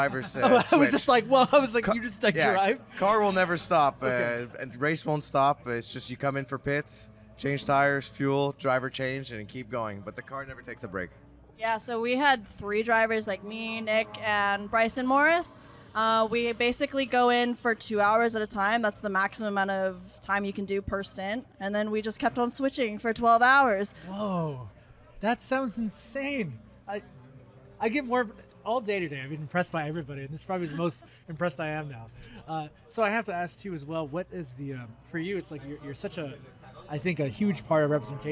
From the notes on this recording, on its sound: comes to you "live" From the GT Challenge Sonoma Raceway